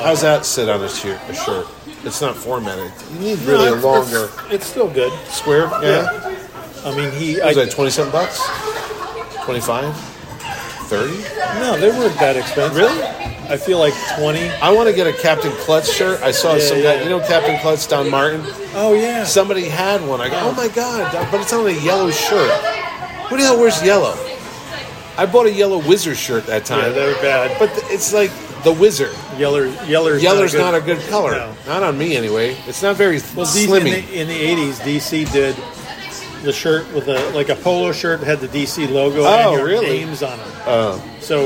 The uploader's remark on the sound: This 90 minute off the rails conversation is once again recorded at Colony Grill in Fairfield, CT.